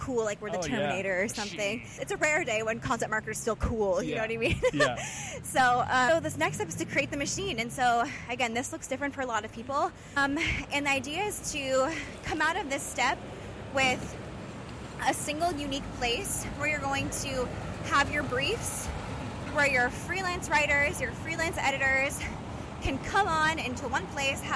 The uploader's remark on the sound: We walked through the hustle and bustle of Paris (sorry for the loud bus noises at times!).